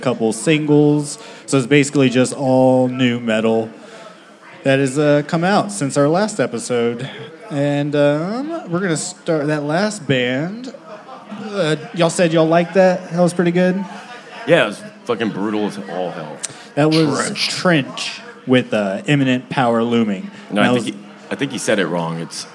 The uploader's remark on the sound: Taking over the stage of The Lost Well in Austin, TX on Mondays. Recorded Live at The Lost Well in Austin, TX on 11/23/2021.